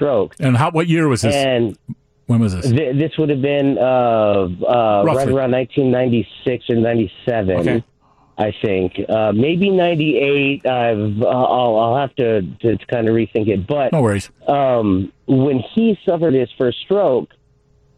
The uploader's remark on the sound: Joins the conversation over the phone.